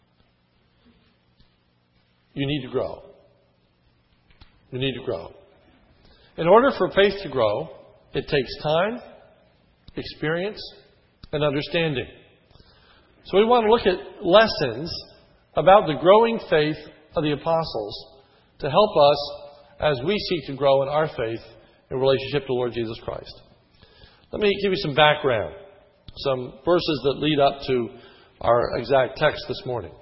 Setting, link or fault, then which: setting, large echoing room